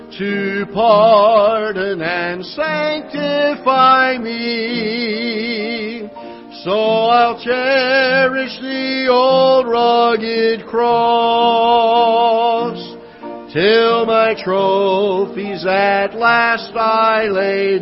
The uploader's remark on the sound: Ketha Heights Baptist Church ~ Live Broadcast